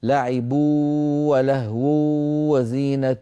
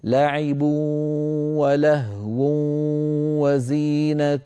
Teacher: هذه الإدغامات بغنة لابد للقارئ عند نطقها أن يوازن بين الواو والغنة في آن واحد، ينطق القارئ صوتين معا، واو من الشفتين ومعها غنة من الخيشوم · Shown in: second take · نصف الصوت من هنا ونصف الصوت من هنا، ولا يغلب أحدهما الآخر. · Term: إدغام بغنة